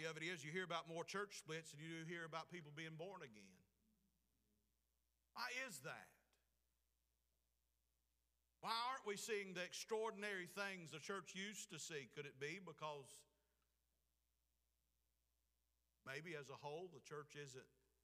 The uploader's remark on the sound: Preached at Clifton Baptist Church, Forest Ms.